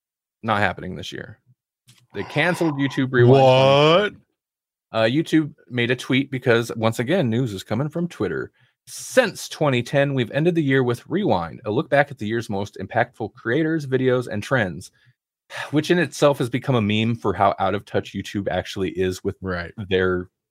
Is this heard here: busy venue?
no